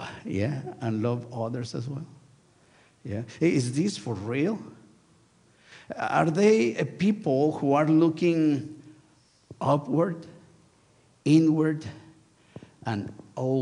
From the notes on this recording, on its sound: Sunday worship service of First United Methodist Church of Pacoima, recorded live on August 6, 2023. We are located at 12550 Van Nuys Blvd.